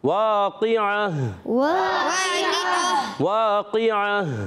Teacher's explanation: گول تا کو وف کی صورت میں ہا سے بدل دیتے ہیں